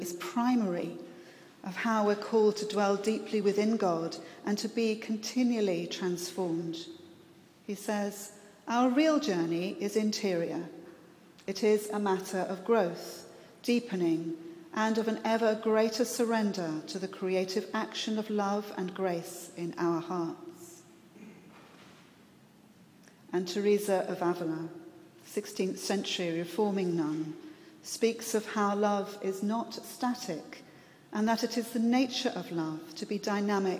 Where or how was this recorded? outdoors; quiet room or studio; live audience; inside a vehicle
live audience